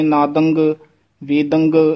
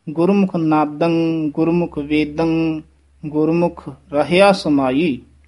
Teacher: ਨਾਦੰ ਵੇਦੰ ਇਸ ਤਰ੍ਹਾਂ ਉਚਾਰਨ ਕਰਨਾ, ਗੱਗੇ ਨਹੀਂ ਲਾ ਦੇਣੇ · Shown in: second take